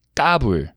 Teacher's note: Um, but the interesting thing is that when he says it, he switches the K sound and puts it in the beginning and puts the B sound in the last syllable. So he says gabul.